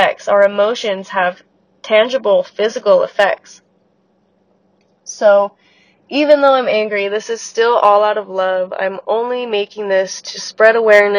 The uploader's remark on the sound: warning: scratchy audio + sick stuffy nose voice